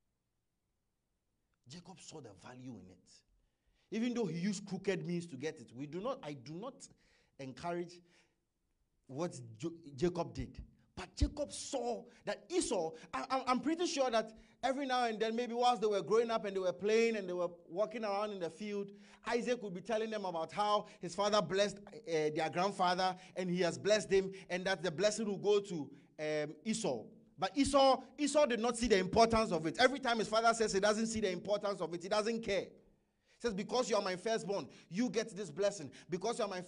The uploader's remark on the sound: Message preached at ICGC Toronto Assembly